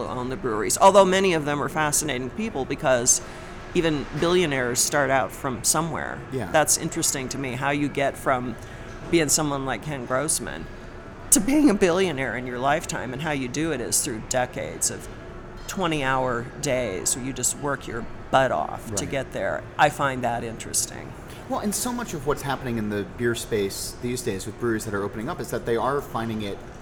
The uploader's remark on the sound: recorded in Denver during the Great American Beer Festival